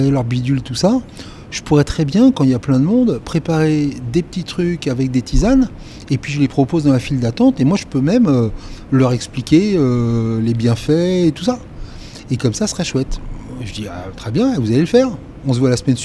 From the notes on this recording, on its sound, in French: L’entrevue a eu lieu au Centre des congrès de Montréal suite à sa conférence.